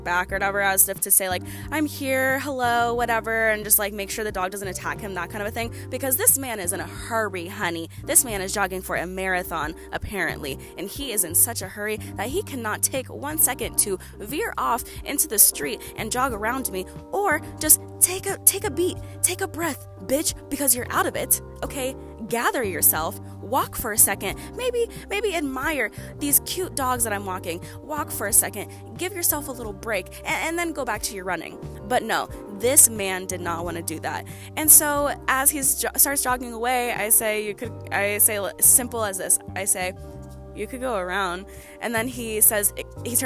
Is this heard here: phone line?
no